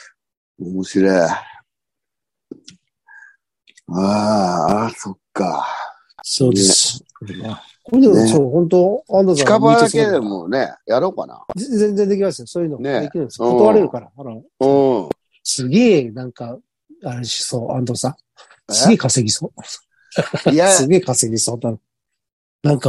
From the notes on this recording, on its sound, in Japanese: ZOOMで収録。